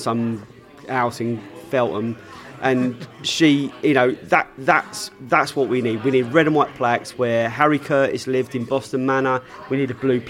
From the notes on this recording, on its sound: Pre-Barnsley Podcast from the Pub.